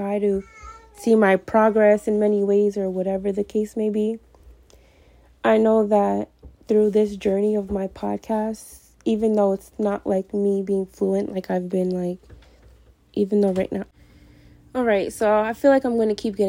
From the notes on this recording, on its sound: I’m sorry for the background noise.